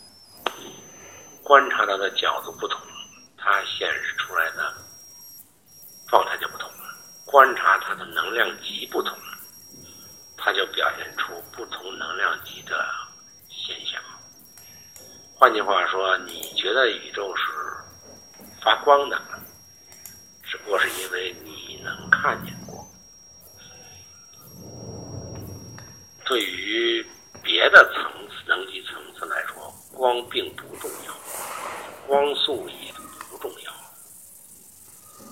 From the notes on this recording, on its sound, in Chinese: 语音有点轻，有杂音。